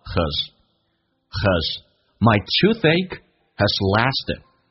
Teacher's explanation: my toothachehas，那这边首先有一个我们讲弱化现象，加粗的字体是实义词会被强调， has 不被强调，可以说成 a